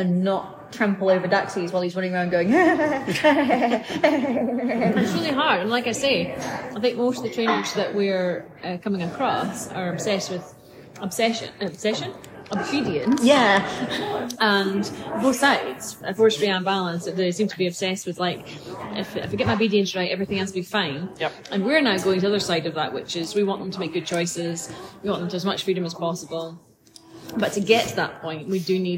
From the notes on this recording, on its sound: this episode is recorded in Starbucks so may have more background noise than a usual podcast